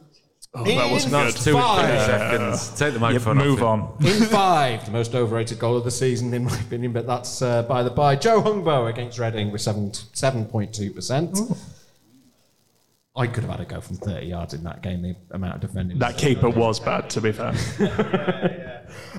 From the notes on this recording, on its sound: LIVE at Magic Rock! We're live in front of an audience.